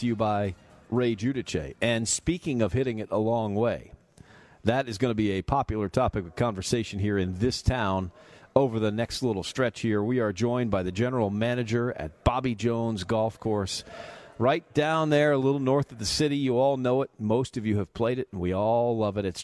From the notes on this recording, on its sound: live from Chastatee Golf Club